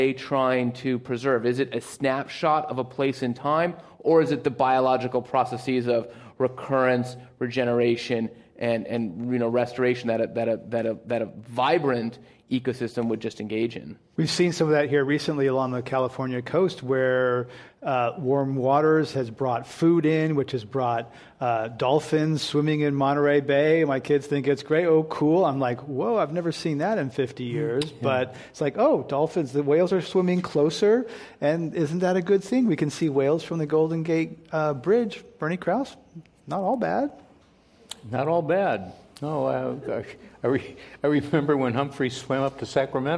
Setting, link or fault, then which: setting, live audience